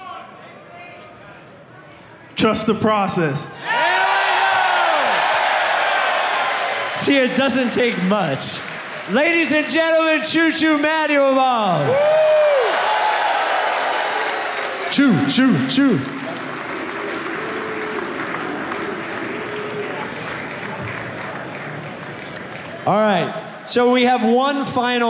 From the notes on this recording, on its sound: Six years of ridiculous came to a close with a live podcast